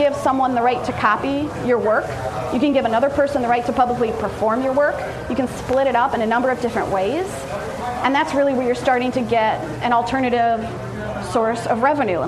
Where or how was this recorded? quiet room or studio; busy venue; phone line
busy venue